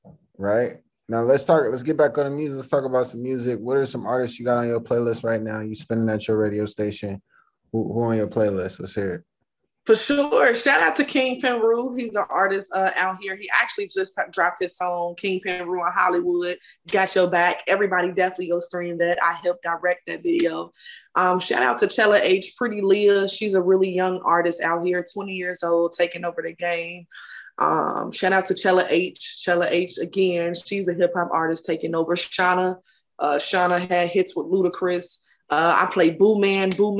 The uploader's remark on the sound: full zoom interview